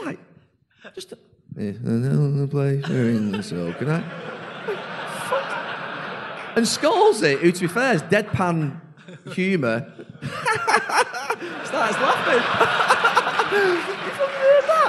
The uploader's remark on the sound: a live broadcast from the wonderful Liberty Hall Theatre in Dublin